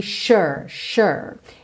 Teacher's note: Essa palavra sure, S-U-R-E, atenção que o S tem esse som de X ou SH, sh, sh, sh, e o U não é um U fechadinho, é A